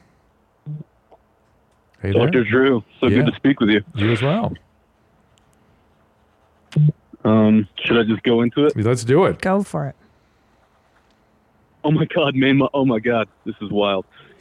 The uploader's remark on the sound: taking live calls